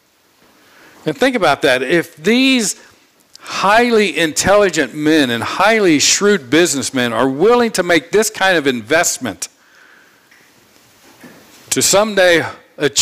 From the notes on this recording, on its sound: From the pulpit of Grace Community Church in Berea, KY.